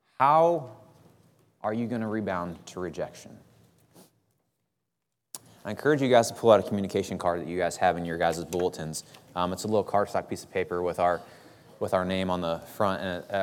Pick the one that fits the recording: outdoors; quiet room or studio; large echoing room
large echoing room